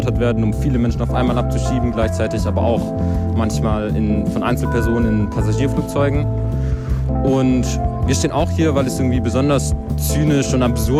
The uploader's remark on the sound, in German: Aufgezeichneten Redebeiträgen von einer Kundgebung gegen Abschiebungen vom Hamburger Flughafen, zwei Kundgebungen in Solidarität mit einer Schwarzen Familie in Ottensen.